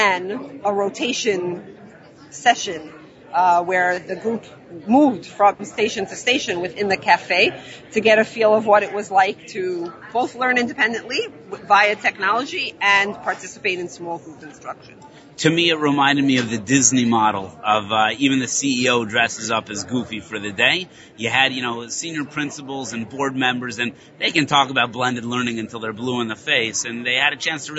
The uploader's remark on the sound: Live from the Innovation in Jewish Education Conference